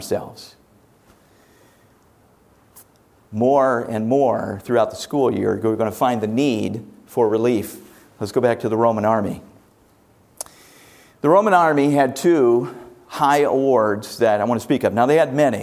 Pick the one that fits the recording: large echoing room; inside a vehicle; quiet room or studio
large echoing room